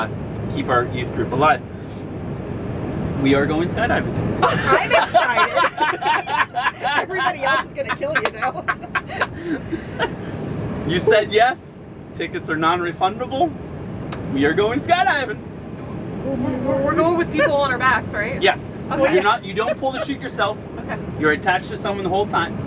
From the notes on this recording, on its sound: recording while skydiving!